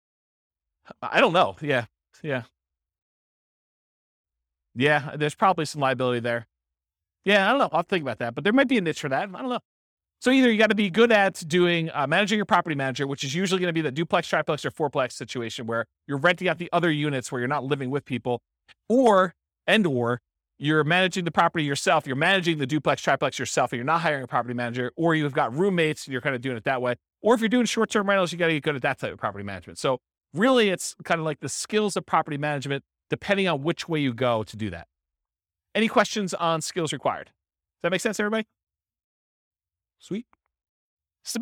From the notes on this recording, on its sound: This was a live class recorded